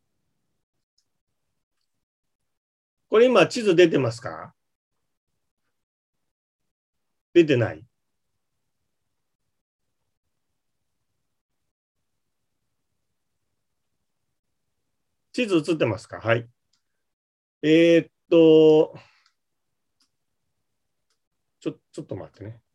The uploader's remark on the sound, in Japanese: ZOOMで開催しますので、視聴者の皆さんと一緒にやりとりしながら双方向で番組を進めてまいります！